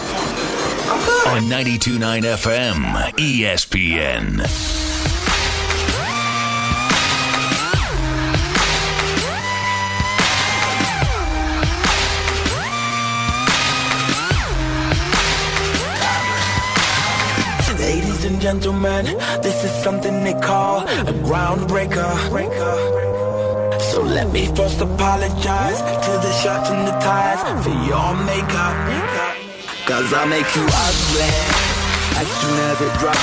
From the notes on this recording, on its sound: live from his Uber to LAX